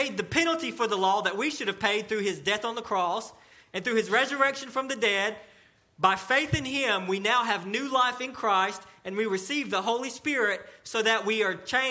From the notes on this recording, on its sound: sermon delivered to Cottondale Baptist Church in Eastman, GA during the 11:00am service on 6/10/18